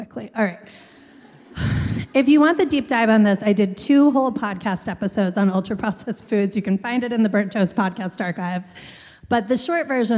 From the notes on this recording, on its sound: We recorded this on December 3, at Seattle’s Town Hall. Welcome to the first ever LIVE episode of Burnt Toast! At Seattle’s Town Hall.